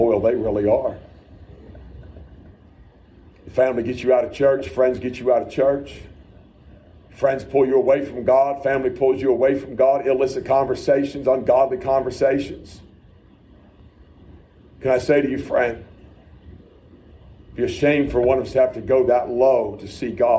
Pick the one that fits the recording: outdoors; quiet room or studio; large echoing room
large echoing room